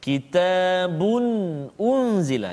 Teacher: tanwin bagi depan dua bertemu dengan Hamzah. Kitabun unzila. Jadi tak boleh dengung kat situ. Jangan kitabun. · Term: Izhar halqi